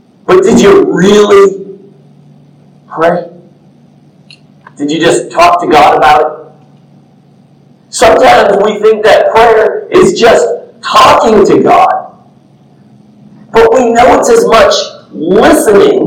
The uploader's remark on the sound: The audio isn't the best due to technical difficulties, but this message was too important to not upload. I apologize, and this has since been rectified.